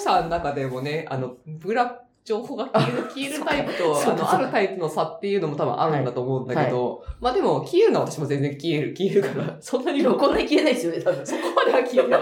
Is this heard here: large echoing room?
no